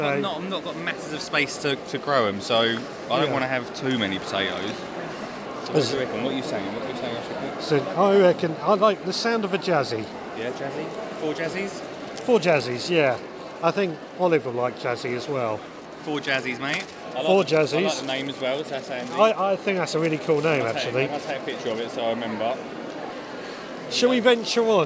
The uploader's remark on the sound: We take a trip to Brighton's Seedy Sunday event. We talk to one of the organisers about what Seedy Sunday is and we take a walk around to see what we can find.